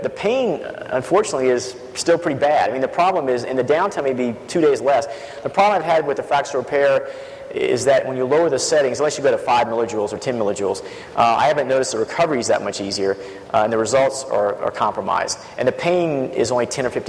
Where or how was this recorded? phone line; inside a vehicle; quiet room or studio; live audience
live audience